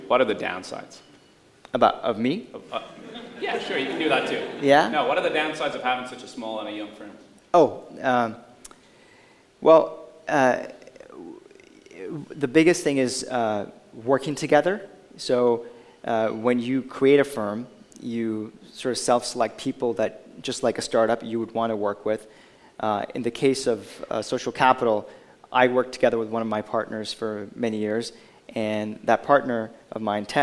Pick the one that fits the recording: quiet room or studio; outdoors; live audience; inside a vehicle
live audience